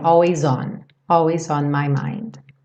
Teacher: Percebe como always junta com on e o S ganha um som de Z.